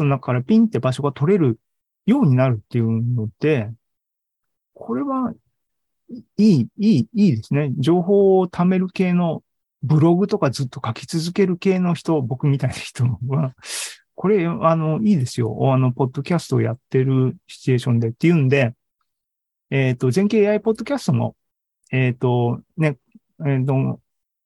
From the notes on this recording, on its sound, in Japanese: ２０２２年１０月２６日に開催した ZOOMライブの模様です。